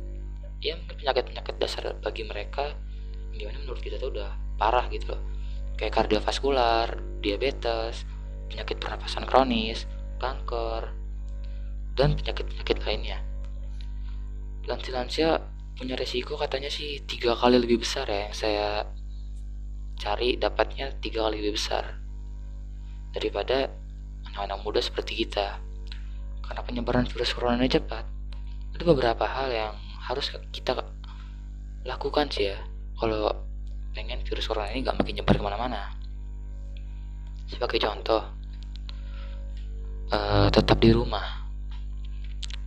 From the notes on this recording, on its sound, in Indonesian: Masih menggunakan alat sederhana seperti earphone , smartphone biasa dan masih belum menggunakan mic. Saya belum bisa meninkatkan audio menjadi lebih baik .